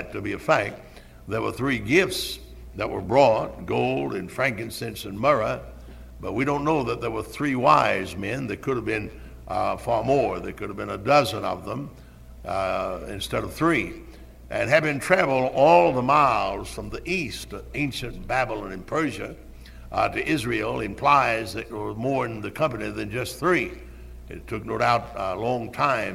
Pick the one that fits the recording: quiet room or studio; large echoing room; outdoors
large echoing room